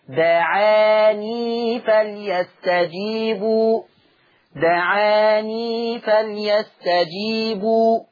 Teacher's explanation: ما فيش وراها همزة فتبقى عنده مد طبيعي